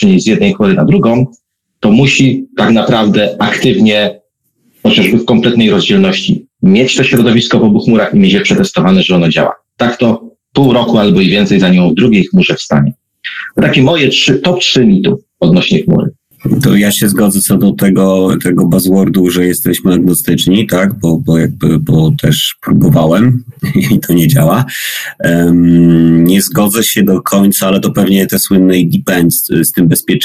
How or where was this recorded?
video call